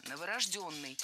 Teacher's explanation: Ударение ставим на «ё» в 4-м слоге.